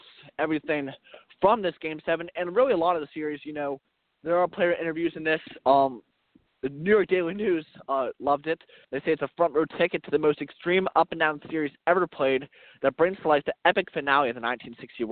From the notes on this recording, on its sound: We are coming to you live from Mazeroski Field in Oakland